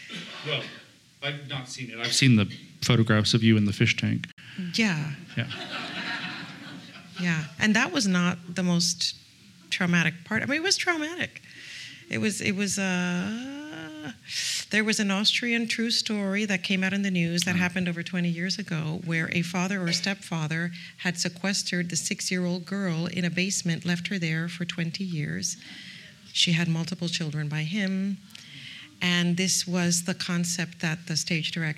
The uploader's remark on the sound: Back in the fall, when she was in Los Angeles for “Don Carlo”. Sat down for a chat in front of a live audience.